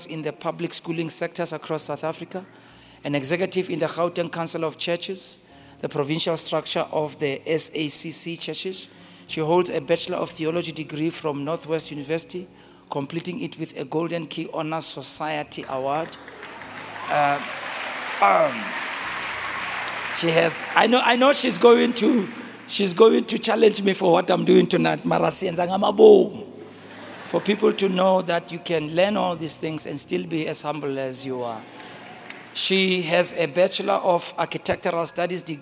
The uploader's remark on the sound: preached at our Annual Home Coming Conference, Word Explosion 2023, hosted at Grace Bible Church Pimville on the 04th of October 2023